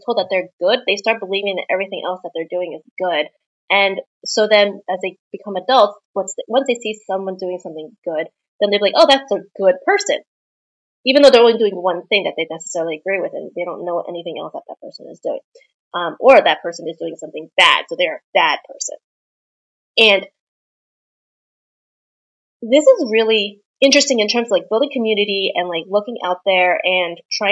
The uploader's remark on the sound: My apologies for the audio quality in this episode. I forgot to plug in my microphone and was using my computer.